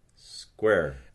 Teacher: the rotisity is starting immediately on that e, and we'd have to put a little rotisity symbol on the epsilon symbol itself.